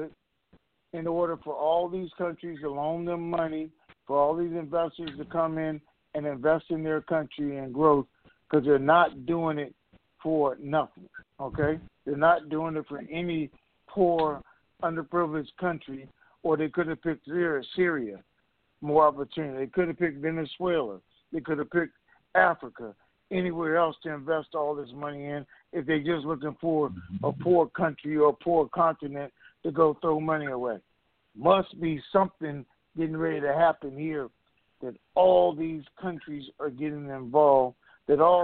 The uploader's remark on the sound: TNTSuperfantastic Conference Call